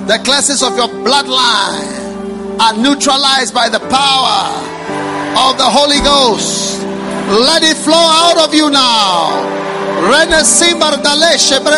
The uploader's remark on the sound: Preached at the First Love Thanksgiving Service